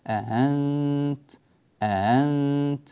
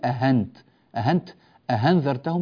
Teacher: الخطأ أن نحول الهمزة المسهلة إلى هاء · Shown in: first take · يعني لا يجوز أن نقول أهنت أهنت أهنذرتهم، لا يصلح.